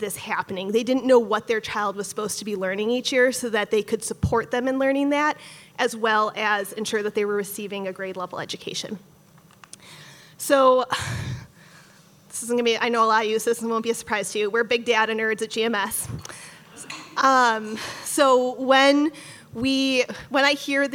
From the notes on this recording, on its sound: This EDTalk was live streamed from Icehouse in Minneapolis on May 8th, 2023.